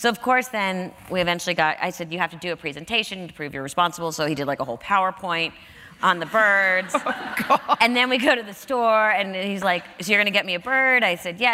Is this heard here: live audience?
yes